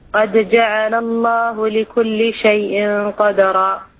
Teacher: لماذا تفتحين الدال؟ الدال ساكنة.